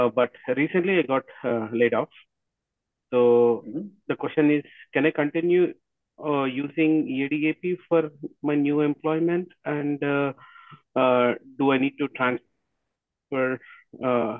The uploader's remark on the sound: Conference Call